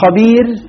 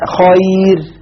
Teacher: الأولى مادية لأن قبلها مكسور والثانية لينة لأن قبلها مفتوح وكلاهما يؤثر على الراء بترقيق فترقق الراء